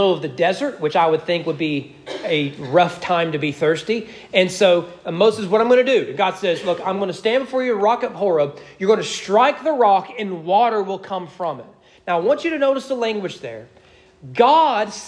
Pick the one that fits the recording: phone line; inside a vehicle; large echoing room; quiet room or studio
large echoing room